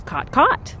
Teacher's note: the low back vowel merger, where we say caught, C-O-T, and caught, C-A-U-G-H-T, as caught, caught